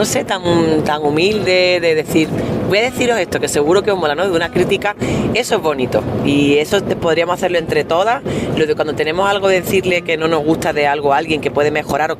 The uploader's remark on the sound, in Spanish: Nos mandó un precioso audio desde el coche. En el trayecto entre Balmaseda y Madrid.